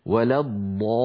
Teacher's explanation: الضاد مفخمة، وبالتالي الألف التي بعدها مفخمة كذلك · Term: الألف المسبوقة بحرف مفخم